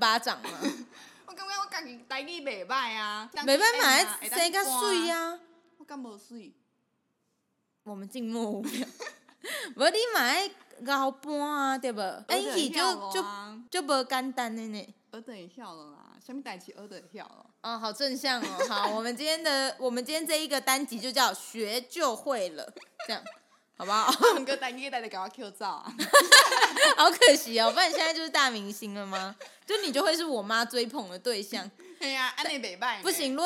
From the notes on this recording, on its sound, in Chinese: EP6｜極限錄音的一集。但錄音設備好像還沒收心。回音有點大，簡直像在山谷錄音。